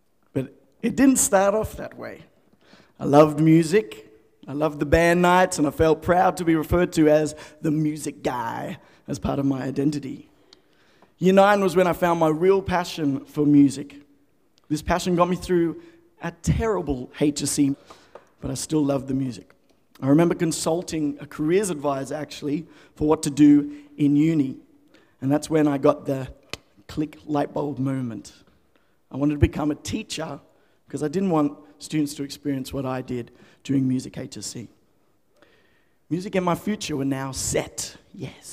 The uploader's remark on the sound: The FaithFeed Live Studio Audience.